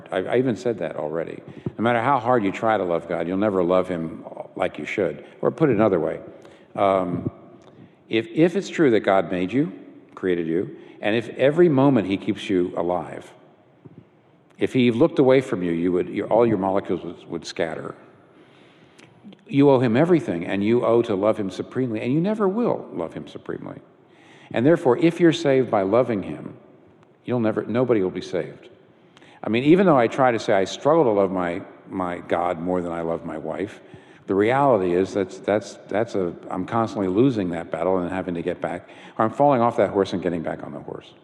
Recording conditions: live audience